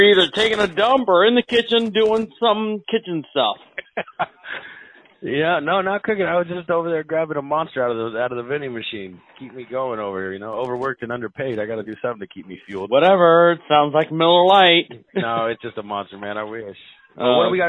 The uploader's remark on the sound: I promise you this is a live call. Only edits were for time to remove the huuhhhs and umms.